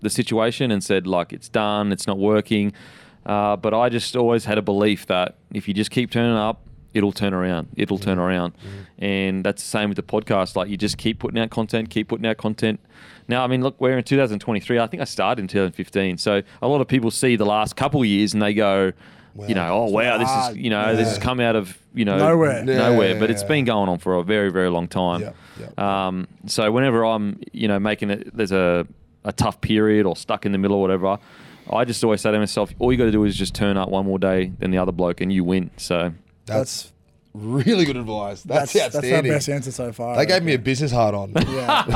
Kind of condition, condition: setting, busy venue